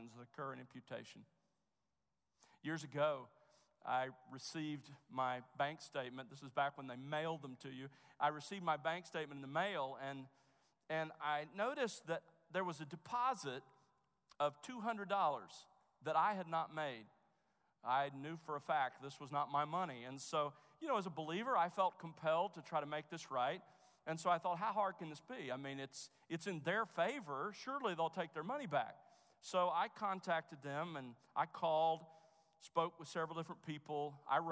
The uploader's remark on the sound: Chapel at The Master's University.